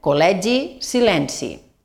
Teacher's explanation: totes són eh, es obertes a les quals es segueix una síl·laba que porta una i